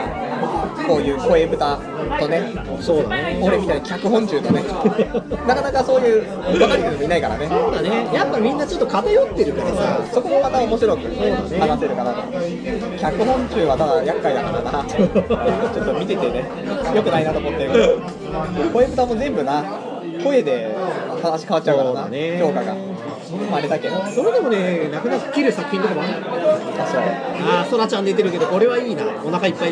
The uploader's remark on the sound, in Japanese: 居酒屋で収録している